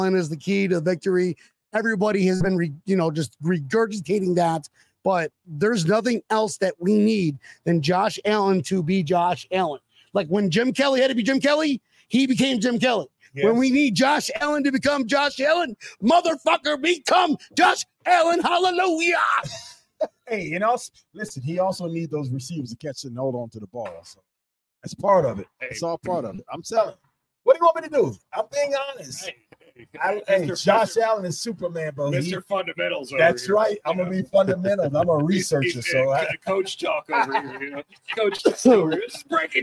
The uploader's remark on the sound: Bills GameDay Tailgate. Live from Brendan's Sports Pub, home of South Florida Bills Backers!